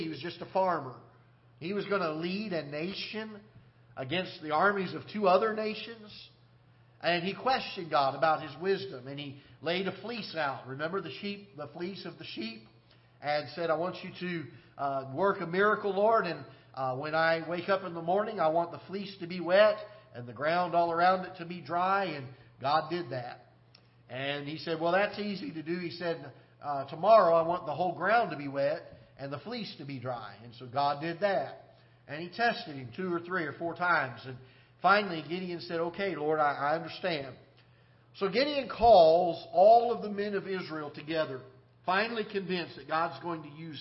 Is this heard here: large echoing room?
yes